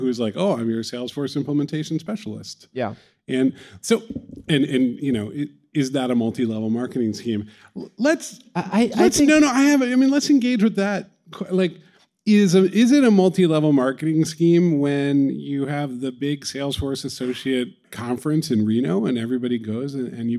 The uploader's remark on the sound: Sit down with a live studio audience to discuss funnels.